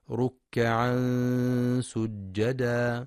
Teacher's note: تنوين جاء بعده حرف السين، إخفاء حقيقي بغنة مرققة